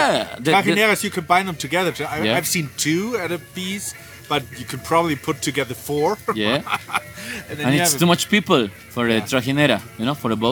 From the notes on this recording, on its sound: As you can hear from the first few seconds, this is not the typical SW2L. Recorded ON A BOAT in the "Little Venice of Mexico" where the flowers grow.